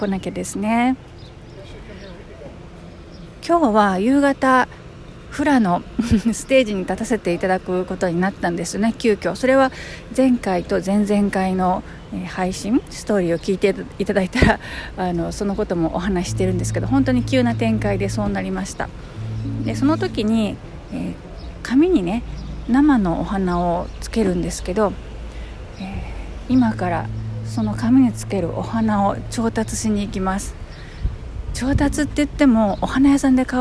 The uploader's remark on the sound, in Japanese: 土曜日のファーマーズマーケットで収録してきました。ローカルな雰囲気が伝わったら嬉しいですが、いかがでしょうか。